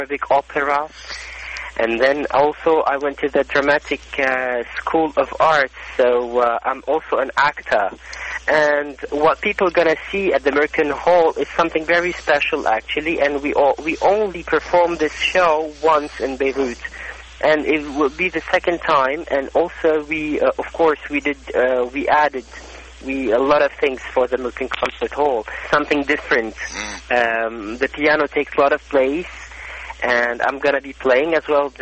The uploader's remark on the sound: Conducted by phone in March 2013.